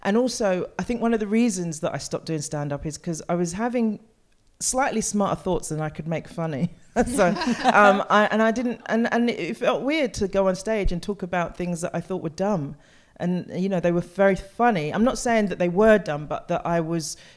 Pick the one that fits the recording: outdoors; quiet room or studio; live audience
live audience